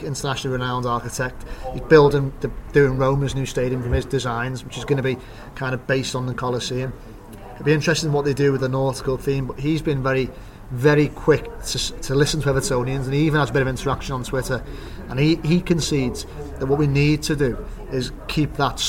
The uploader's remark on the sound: We head back to the Bramley Moore pub